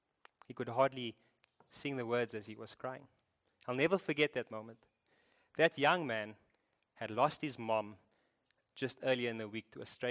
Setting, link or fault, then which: setting, large echoing room